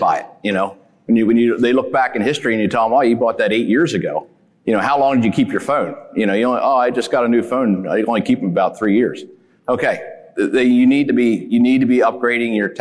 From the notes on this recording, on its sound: 4 of the top minds in the industry share the mic for a special Most Valuable Dealership panel discussion. On stage at the 2023 Precision Farming Dealer Summit.